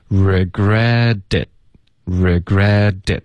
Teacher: regret 的这个特的音，会浊化成一个的，然后连到这个 it